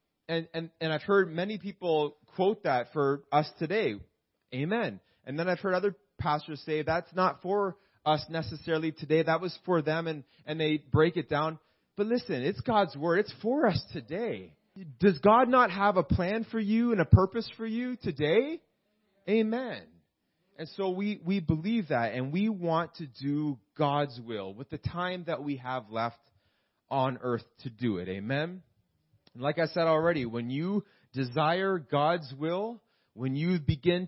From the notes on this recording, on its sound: This message was preached in July 2019 at Freedom Life Church in Kitchener Ontario